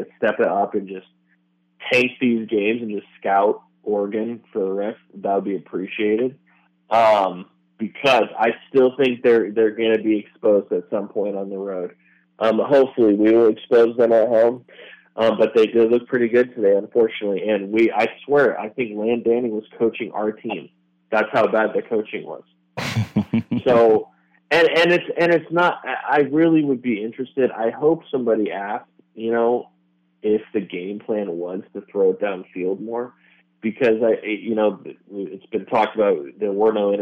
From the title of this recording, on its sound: Arizona Postgame Call-In Show